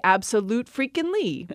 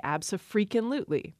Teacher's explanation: Absolutely stresses on the third syllable · Shown in: second take